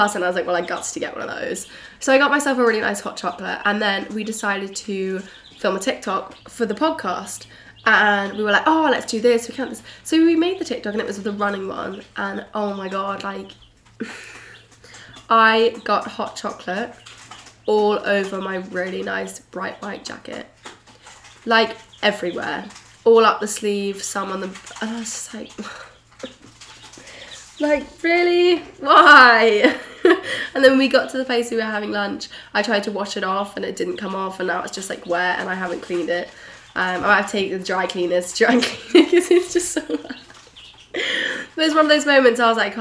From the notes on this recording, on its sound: I am so sorry about the sound of the chicks in the background!!